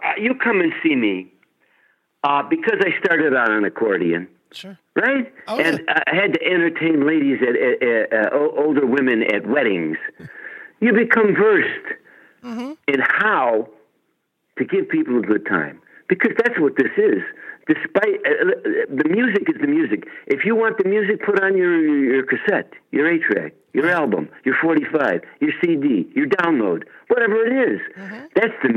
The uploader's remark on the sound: called